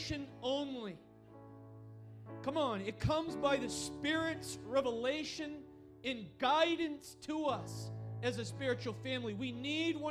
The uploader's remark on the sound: Recorded on April 16, 2023 at Crossing Life Church in Carmel, ME.